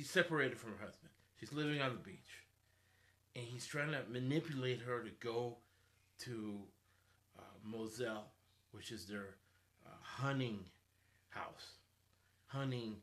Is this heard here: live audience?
no